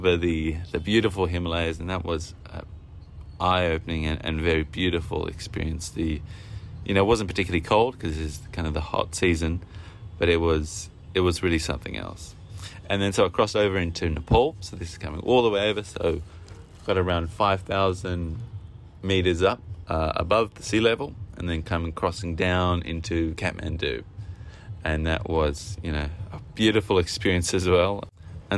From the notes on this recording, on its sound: We recently exchanged audio messages where we talked about the trip. Me while out walking or on my workday commute. From a rooftop in Lucknow, India.